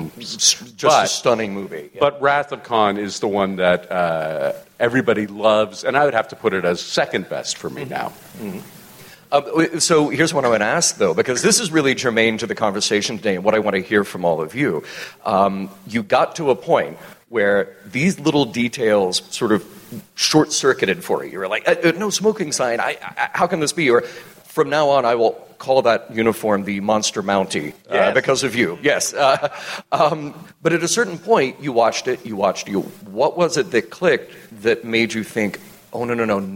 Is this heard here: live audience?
yes